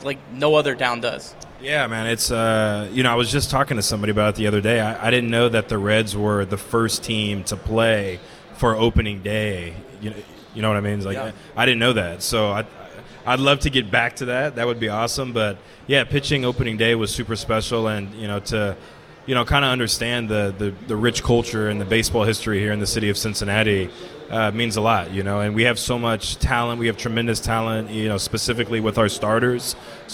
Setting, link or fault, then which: setting, busy venue